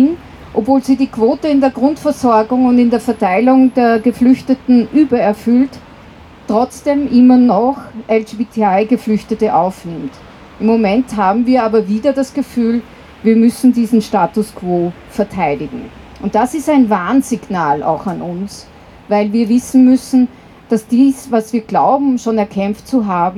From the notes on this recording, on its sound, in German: Mai 2023 auf der Mariahilfer Straße in Wien an der IDAHOBIT-Demo der Homosexuellen Initiative (HOSI) Wien und des Vereins Intergeschlechtlicher Menschen Österreich (VIMÖ). Unbearbeitete Aufnahme der Reden auf der Abschlusskundgebung am Platz der Menschenrechte. Musik wurde aus urheberrechtlichen Gründen rausgeschnitten.